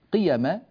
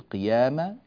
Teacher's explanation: قيامة بقصر الألف، ولا نقول قيامة · Shown in: first take